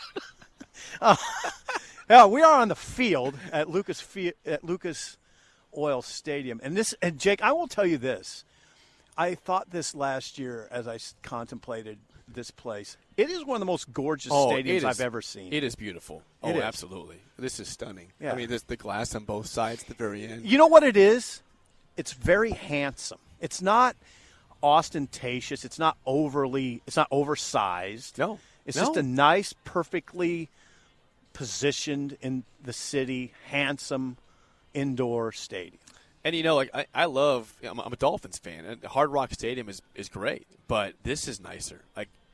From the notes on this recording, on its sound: Live from Big Ten Media Day in Indianapolis. B1G Media Days at Lucas Oil Stadium in Indianapolis.